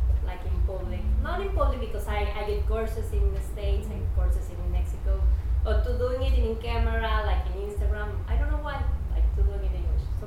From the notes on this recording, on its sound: Austin Event Panel Discussion. Panel discussion with the amazing speakers we had at our Mujerón Movement Austin Event!